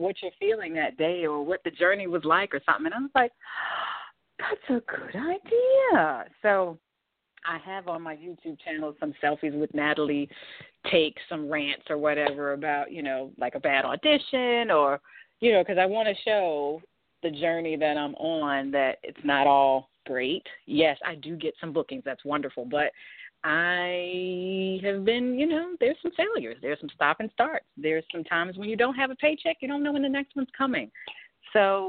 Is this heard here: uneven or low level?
no